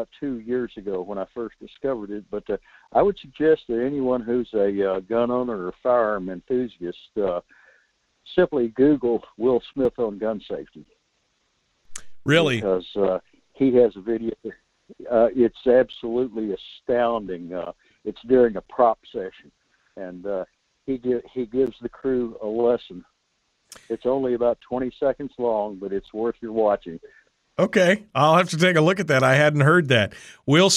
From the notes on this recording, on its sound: take your phone calls